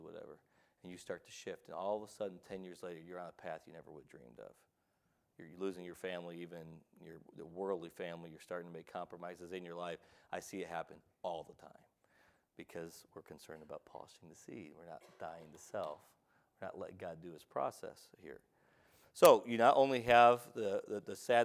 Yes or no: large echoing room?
yes